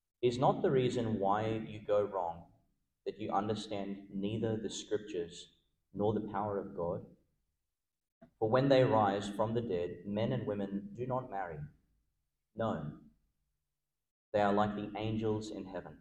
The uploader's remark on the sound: delivered in Our Lady Star of the Sea Catholic Church, Gladstone, Qld.